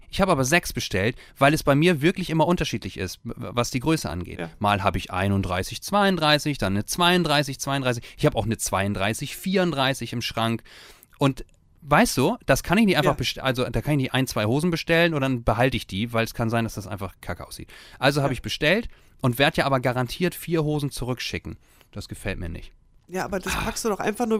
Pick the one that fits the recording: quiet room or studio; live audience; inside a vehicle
quiet room or studio